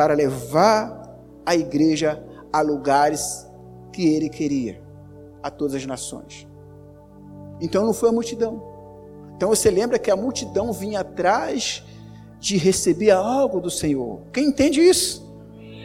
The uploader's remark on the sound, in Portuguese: Áudio da mensagem ministrada no Culto de Celebração realizado no Domingo, 26.05.2019 na Igreja Cristo Salva Campinas.